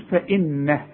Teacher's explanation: النون لازم تغم لان عليها الشدة، اذا عند الوقف وعند الوصل.